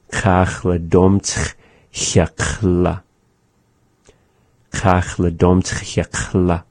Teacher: When we say kach la dom tch, we're ending on that ch, which is at the back of the mouth, is that X sound, as in chachak or chakant.